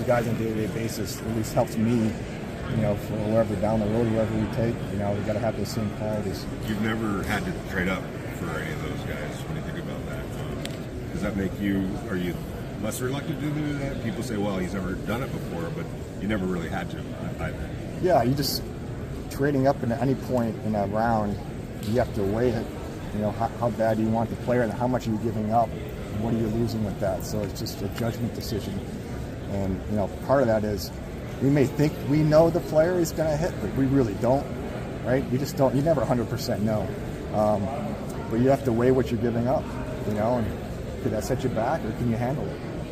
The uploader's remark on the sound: Press Conference from the NFL Combine